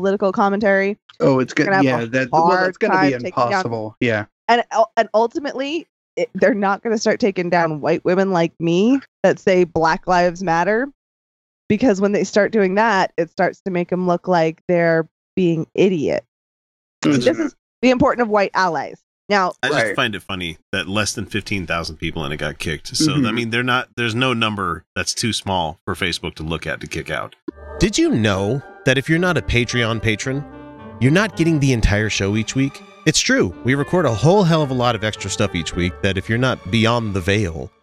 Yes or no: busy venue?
no